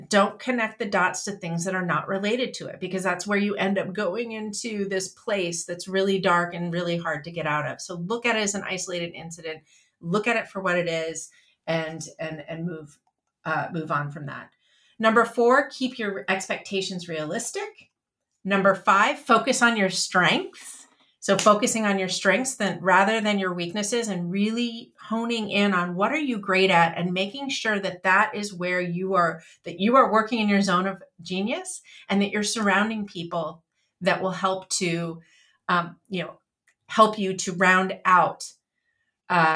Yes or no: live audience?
no